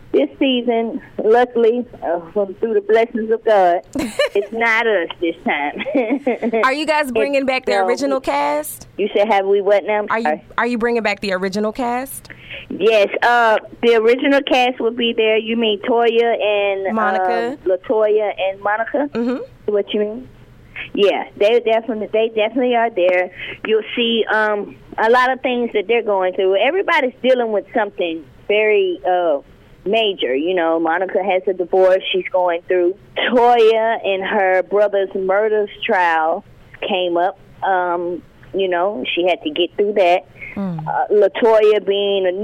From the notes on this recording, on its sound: Called in to the "Midday Party".